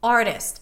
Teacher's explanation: It's a flap T, but it's not between two vowels. It's between an R and a vowel. Rule number two, the flap T can also appear between an R and a vowel because the R here is an R vowel.